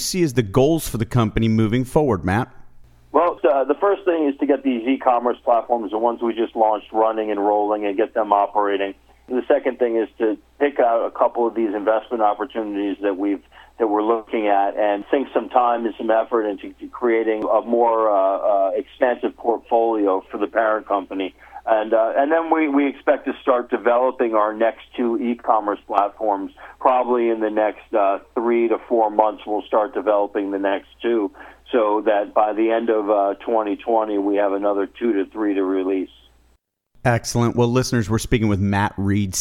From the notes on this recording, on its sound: called in to SmallCapVoice.